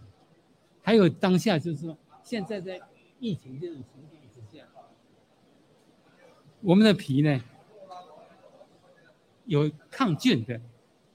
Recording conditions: busy venue